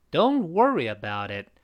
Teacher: 那个 don't 和 worry 读得比较高，特别是那个 wor， wor 读得高，re 已经降下来了。